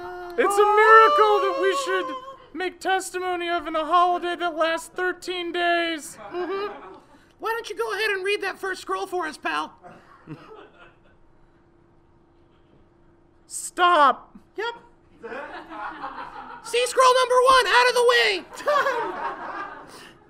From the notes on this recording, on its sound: Recorded Live at The Kick Comedy Theater.